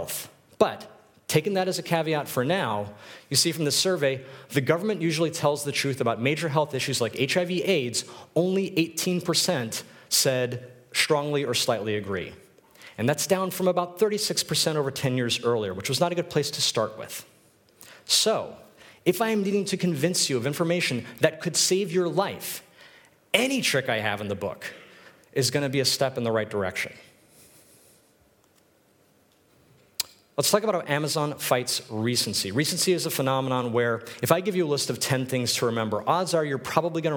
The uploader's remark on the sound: This is a recording of my talk at UX Copenhagen